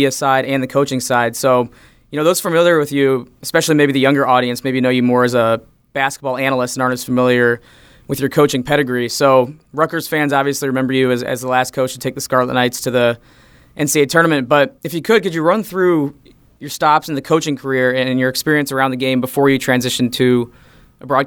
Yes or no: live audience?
no